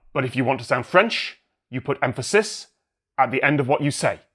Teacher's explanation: French, the stress syllable is the one at the end of the utterance. · Term: stress pattern